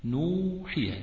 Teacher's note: ادي مد بالواو قبله نون، النون دي حركتها ضم، يبقى حركة مجانسة